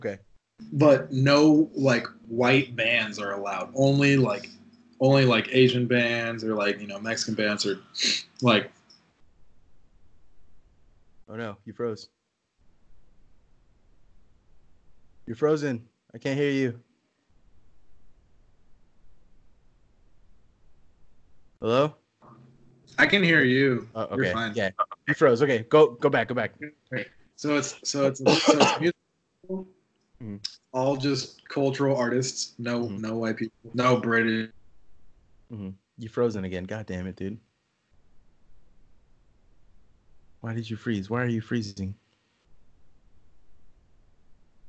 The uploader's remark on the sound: We got video now, we are doing the whole Skype recording and quarantine live from Sanjose.